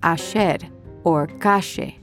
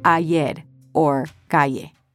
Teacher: They pronounce their double L's and Y's with a sh sound · Shown in: first take